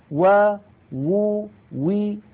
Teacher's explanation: الواو تخرج بانضمام الشفتين إلى الأمام مع إبقاء فرجة بينهما، يعني في هناك فجوة.